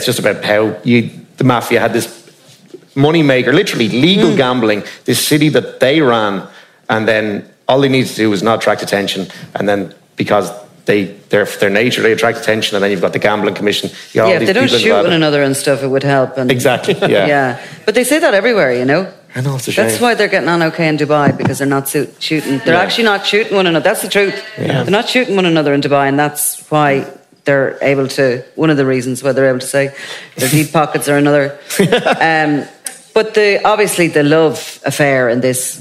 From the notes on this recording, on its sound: Crime World Live. Before a live audience.